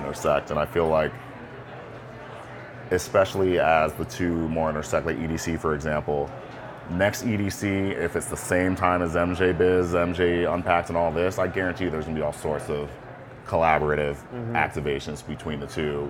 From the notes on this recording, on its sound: Live at MJ Unpacked in Las Vegas. The conversation was recorded live at a podcast booth during MJ Unpacked.